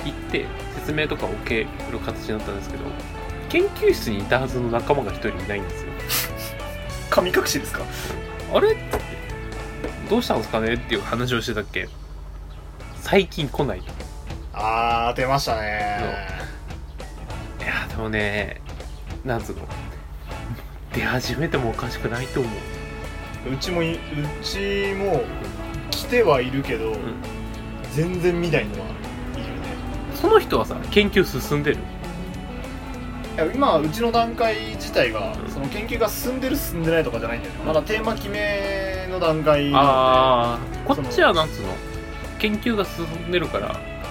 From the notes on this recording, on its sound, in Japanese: 録音機材：iPhone7。